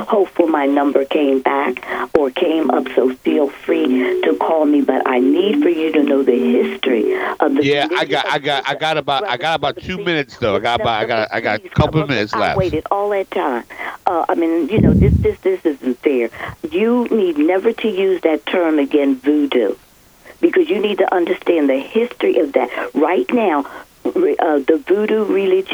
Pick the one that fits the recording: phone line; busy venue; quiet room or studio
phone line